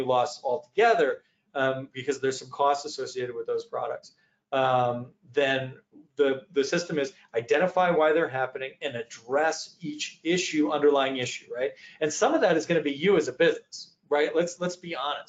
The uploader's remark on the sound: Webinar Replay – Audio from an earlier webinar with experts from Chargebacks911.